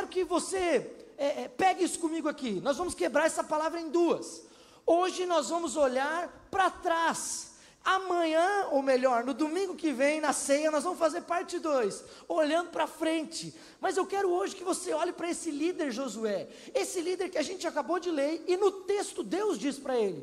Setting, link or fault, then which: setting, large echoing room